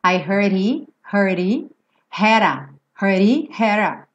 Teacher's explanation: Aqui dois D's vão virar rarara